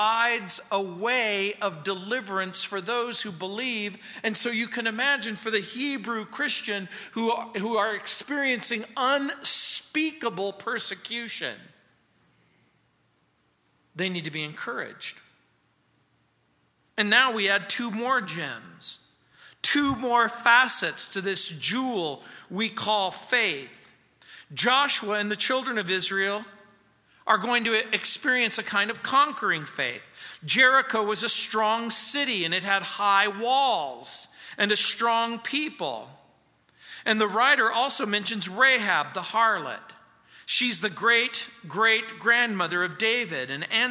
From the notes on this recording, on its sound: at Calvary South Denver in Littleton CO